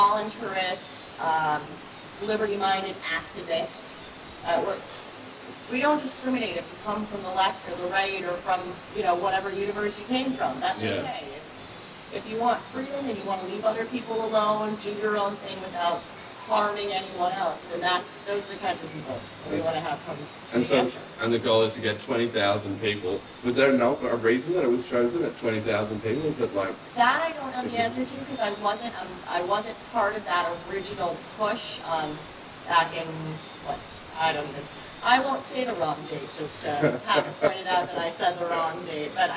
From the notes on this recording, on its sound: Sound quality was impacted by testing the audio setup before the conference, and also the unexpected background noise